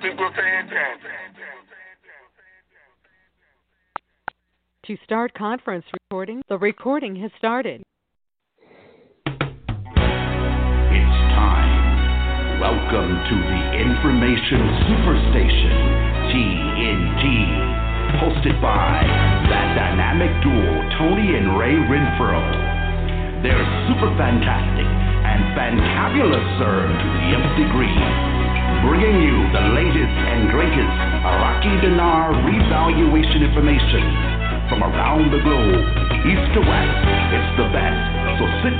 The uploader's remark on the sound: Conference Call